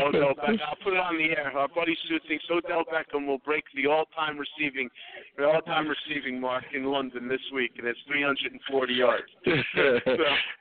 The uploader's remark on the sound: Live from Miami Mike's Sports Bar in East Hanover, NJ!